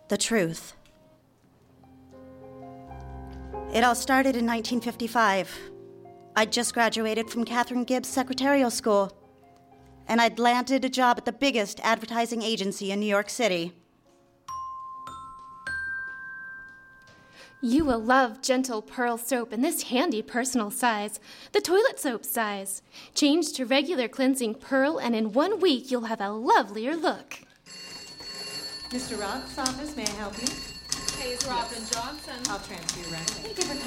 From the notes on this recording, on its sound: Hear all your favorite Diarist actors live with foley sound effects. The live show was recorded in Portland Oregon at the Twilight Theater as part of Portland Radio Theater Live!